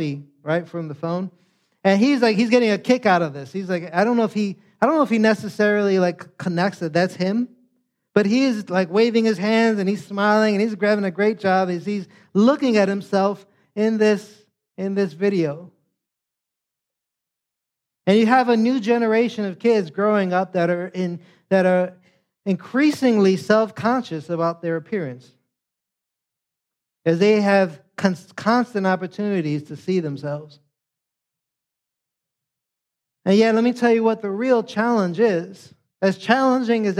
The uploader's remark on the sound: Preached this sermon on Sunday, October 22nd, 2023, at Catalyst Church San Diego.